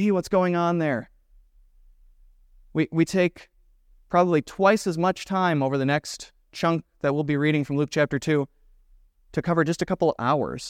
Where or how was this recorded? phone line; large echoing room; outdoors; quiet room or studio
large echoing room